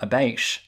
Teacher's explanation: the T sound becomes this really long, lingering sh sound. So like in a word like about, well, I would pronounce it about. · Term: D4 accent